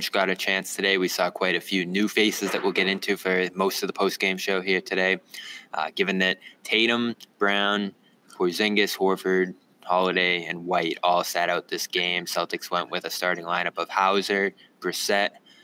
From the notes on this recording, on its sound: The Garden Report airs live after the Celtics' second preseason tilt vs the New York Knicks at Madison Square Garden! LIVE from MSG!